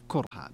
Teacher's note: فيها قراءتان قرأ الجمهور كرها نعم. وقرأ حمزة والكسائي وخلف كرها بضم الكاف